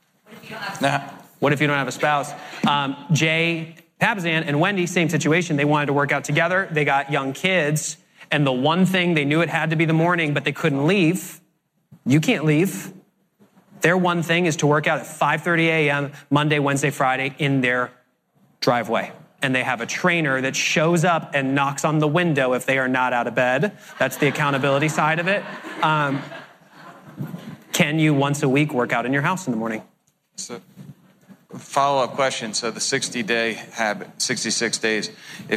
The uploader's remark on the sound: Today we are sharing the Q&A session that took place after the keynote.